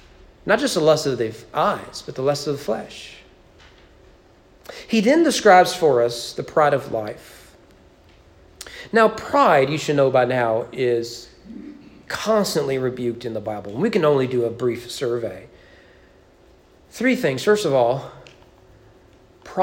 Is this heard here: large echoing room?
yes